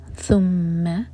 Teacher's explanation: ہماری زبان اوپر والے دانتوں کو ٹچ کرے گی تھوڑی سی ٹپ باہر ہوگی